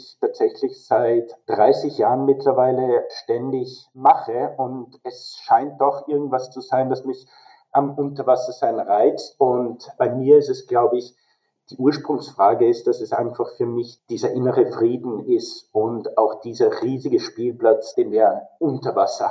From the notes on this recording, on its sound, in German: Leider ist der Ton nicht ideal dieses Mal. In Mexico und ich in Deutschland sitze und ich ihm daher leider kein Mikro zur Verfügung stellen konnte.